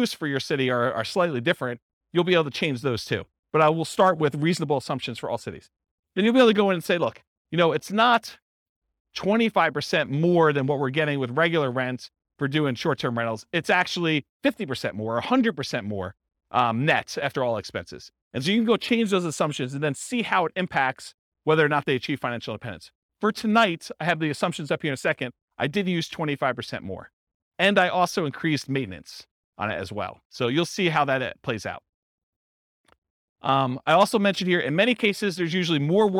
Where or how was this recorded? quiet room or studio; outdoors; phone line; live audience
live audience